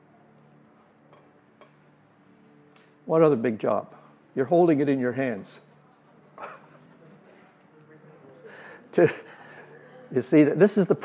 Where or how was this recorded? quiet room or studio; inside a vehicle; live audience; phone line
live audience